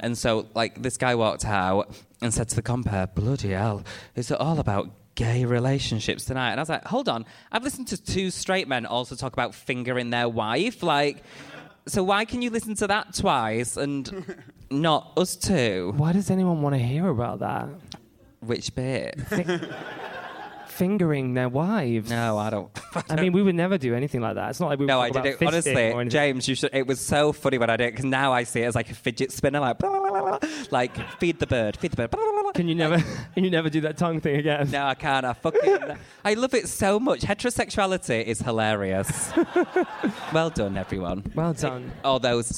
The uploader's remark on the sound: Live in Manchester. Live from the Manchester Podcast Festival.